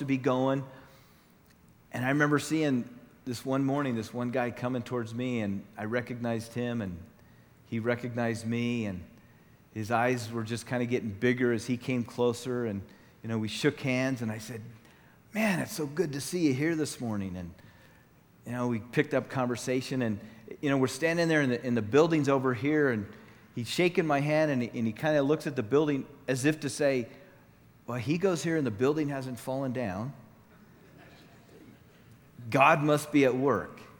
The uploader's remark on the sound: Session 1 from the 2014 Southwest Men's Conference